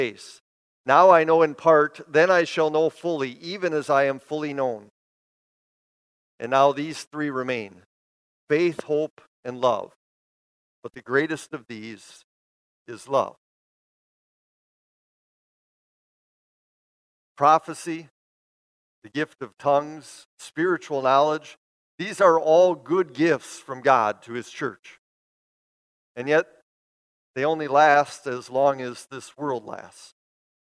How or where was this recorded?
large echoing room